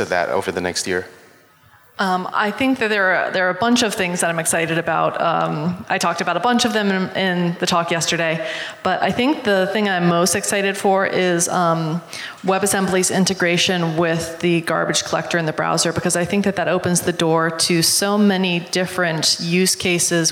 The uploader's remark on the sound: LIVE from JSConf Hawai'i